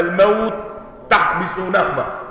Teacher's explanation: فبتسكن التاء ها وبتدغمها في التاء التي تليها